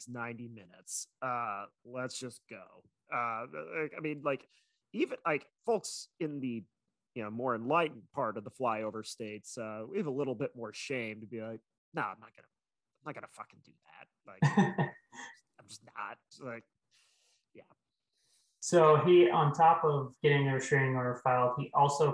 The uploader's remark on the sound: Mic Stinks. Sorry my mic is terrible.